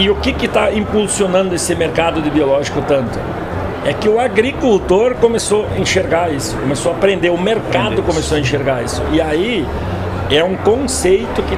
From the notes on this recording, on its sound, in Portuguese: Estamos ao vivo da Hortitec 2023.